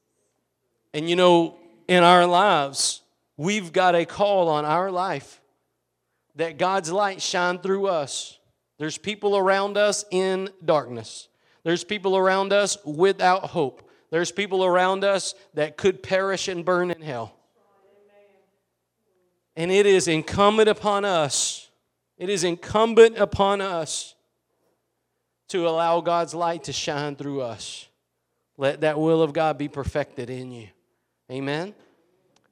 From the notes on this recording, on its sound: Preached at Gospel Lighthouse in Bossier City, La.